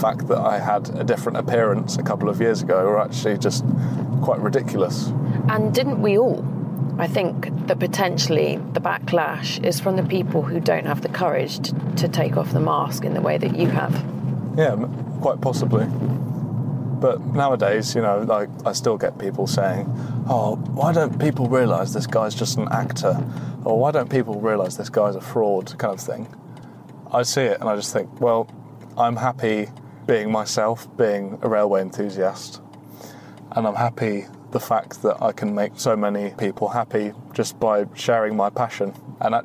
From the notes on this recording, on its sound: we matched him with an Alpina B4 for a trip